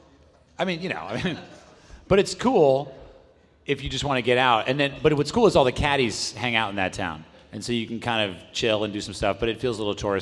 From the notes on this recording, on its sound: listen to a live event at True Spec Golf in New York City